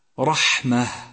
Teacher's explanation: تهمس الحاء لضعف الاعتماد عليها في مخرجها. وفي حال الوقوف على هذه الكلمة لابد لك من إظهار همسين، همس الحاء وهمس التاء المربوطة التي صارت هاء عند وقوفك عليها، أي هكذا رحمة.